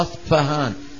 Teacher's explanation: أصفهان تلاقي فهان بلفظ باء مهموسة